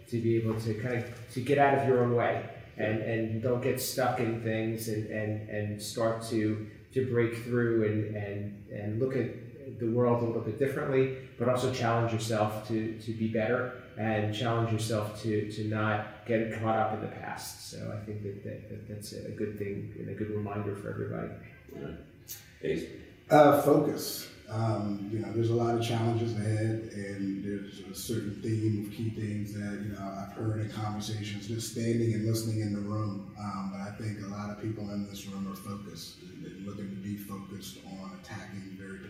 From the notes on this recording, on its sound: On location at the NSCA Business & Leadership Conference 2022